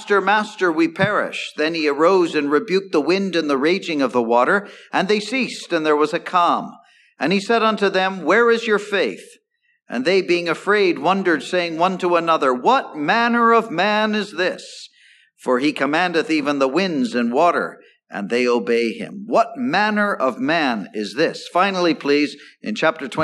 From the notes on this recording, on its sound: Gospel Audio Recording from Ballyclare Gospel Hall